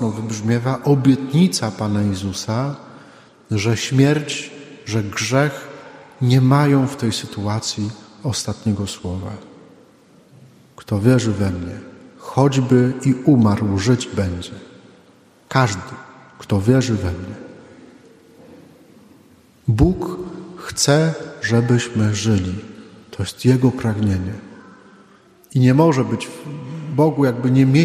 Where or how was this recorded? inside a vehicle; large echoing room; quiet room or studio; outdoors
large echoing room